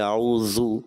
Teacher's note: اعوذ میں ذال کی ادائیگی، اعوذ ایسے محسوس ہوا، ذال زا کی طرح محسوس ہوا